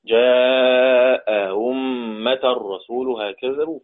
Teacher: مد متصل خالص لأن بعده همزة ثابتة، جاء أمة رسولها كذبوا، تسهيل الهمزة الثانية.